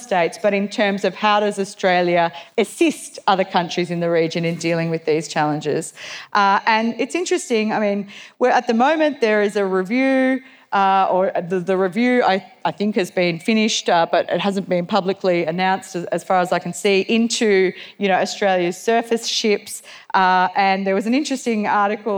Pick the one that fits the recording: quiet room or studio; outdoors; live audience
live audience